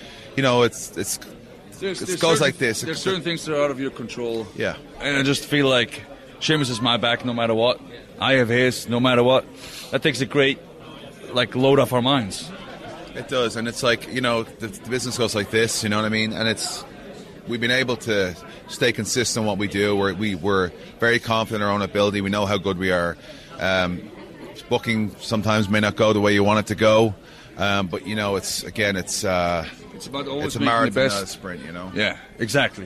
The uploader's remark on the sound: Recorded in a bar in New Orleans.